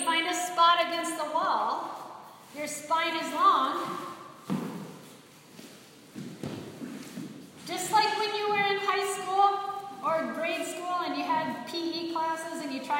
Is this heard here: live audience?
yes